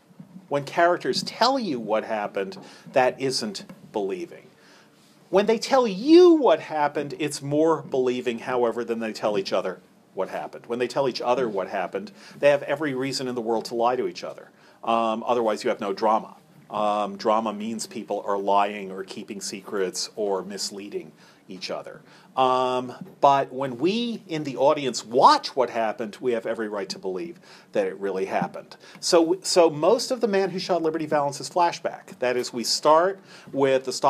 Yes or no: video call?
no